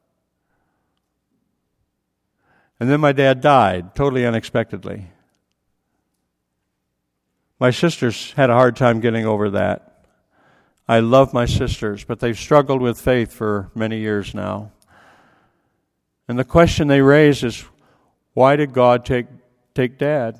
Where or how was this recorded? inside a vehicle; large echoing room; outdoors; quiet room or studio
large echoing room